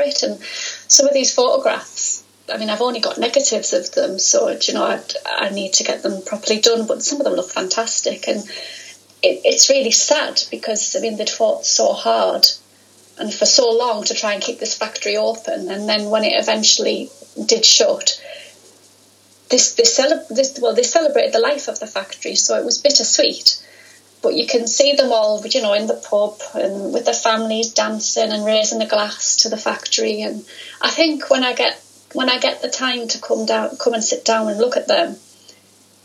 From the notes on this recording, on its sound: This interview was recorded via Skype.